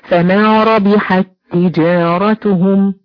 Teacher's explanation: هتلاقي التاء الأولانية ساكنة والتانية متحركة فبتضغمي التاءين في بعض